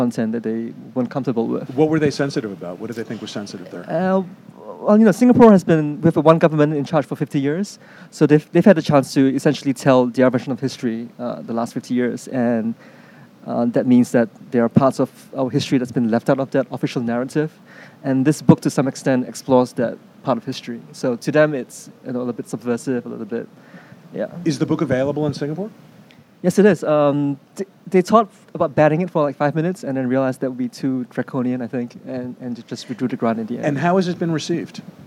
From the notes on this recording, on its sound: interviews conducted at the Los Angeles Times Festival of Books